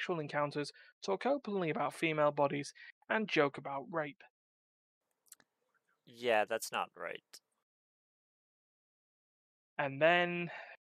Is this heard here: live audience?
no